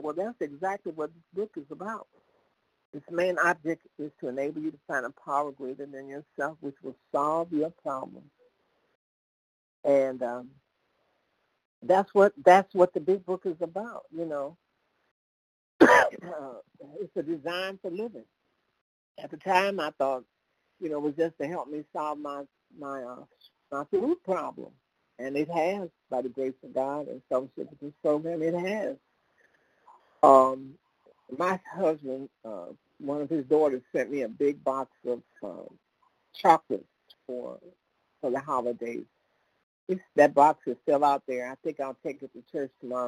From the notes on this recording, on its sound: from the 100 Pounders Phone Meeting